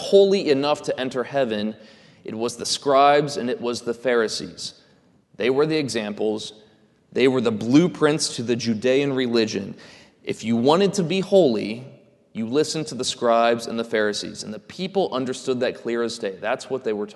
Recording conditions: large echoing room